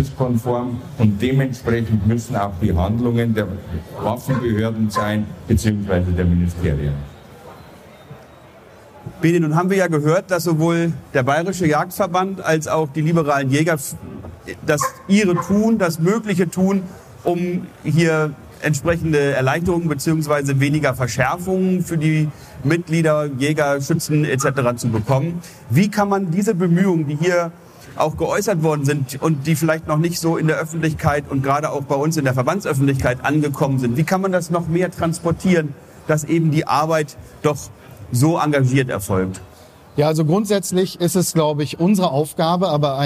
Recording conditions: busy venue